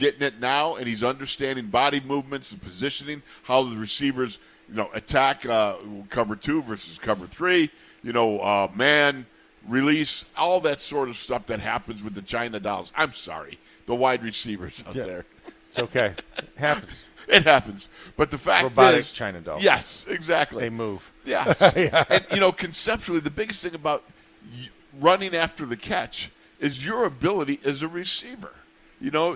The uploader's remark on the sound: In the Locker Room Live from Steelers Camp Day 9